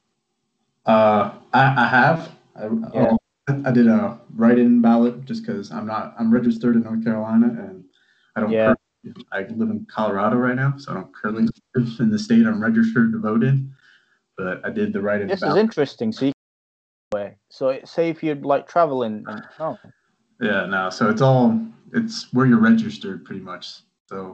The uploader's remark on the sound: Apologies on the technical poorness and bad quality, we're exploring different platforms where we can deliver this through.